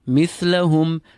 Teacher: feel the ha exiting from the lower part of your throat